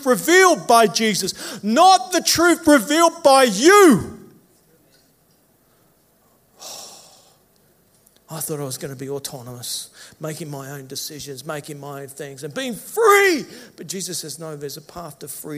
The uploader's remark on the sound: Service recorded Live at Victory Church in Bendigo.